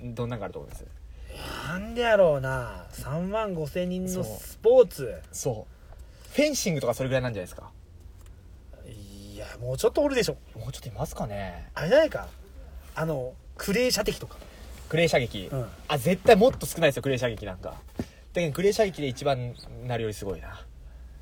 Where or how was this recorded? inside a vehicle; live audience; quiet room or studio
inside a vehicle